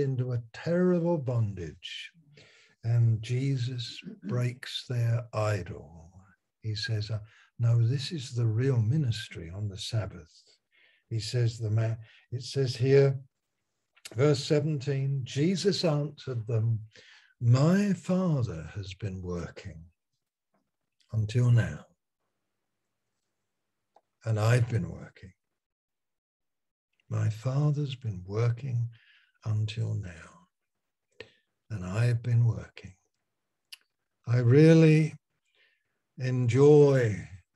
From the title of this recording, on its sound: Malaysia Meets (Zoom)